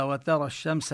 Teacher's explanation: وبالنسبة للواو والتاء من الحروف المستفلة المرققة، أما الراء هنا تفخم